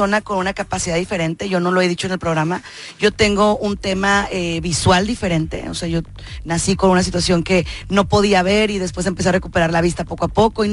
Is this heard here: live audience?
no